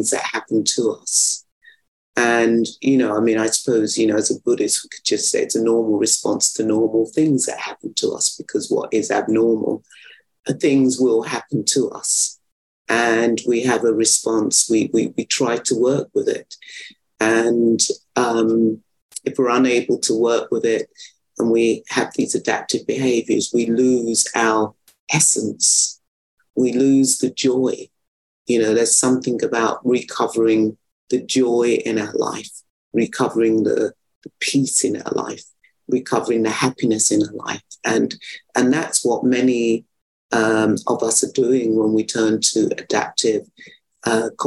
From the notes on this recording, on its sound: Recorded 7.2.2023 in Raleigh, NC and Gibson, BC on Zoom